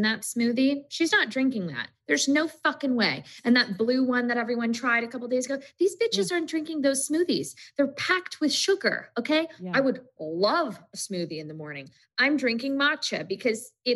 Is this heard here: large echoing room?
no